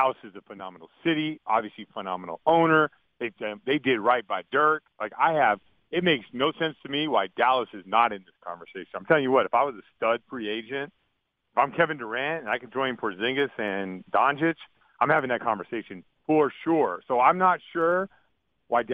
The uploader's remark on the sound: called in to the Ben and Skin show